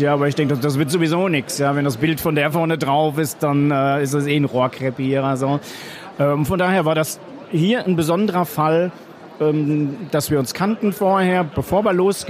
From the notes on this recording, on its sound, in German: Der Podcast von Kids für Kids live von der didacta 2022. Auf der didacta 2022 in Köln. Mutige kleine und große Messegäste stellen ihre Fragen zum Buch.